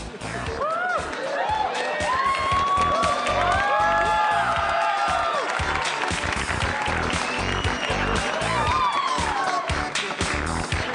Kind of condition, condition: setting, live audience